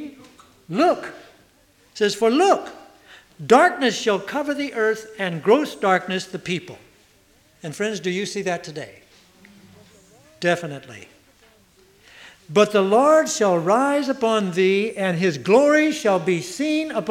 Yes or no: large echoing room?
yes